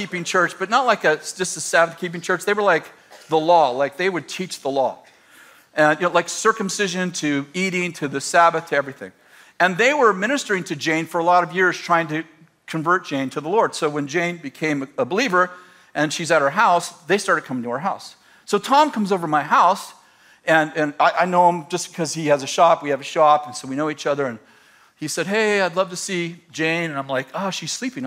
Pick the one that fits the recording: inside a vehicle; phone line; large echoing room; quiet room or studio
large echoing room